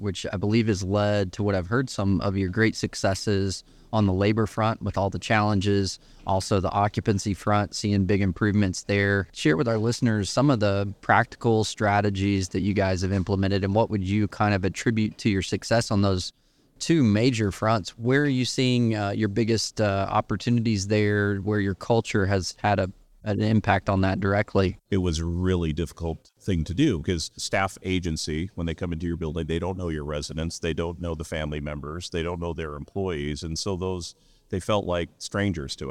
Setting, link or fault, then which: setting, busy venue